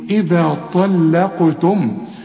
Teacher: القاف لازم حنقلقلها لأنها عليها السكون · اللام زي ما أنا قلت لك في أول الشريط مرققة، الطاء مفخمة، القاف مفخمة